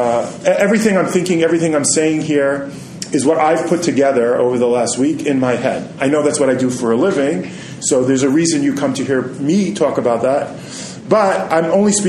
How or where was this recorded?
large echoing room